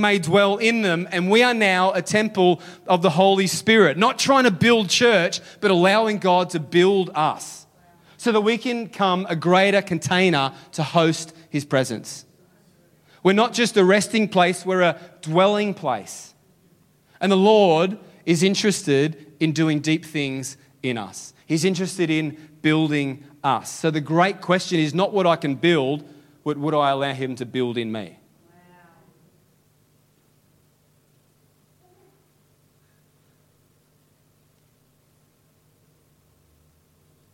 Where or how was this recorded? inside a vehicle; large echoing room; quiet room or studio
large echoing room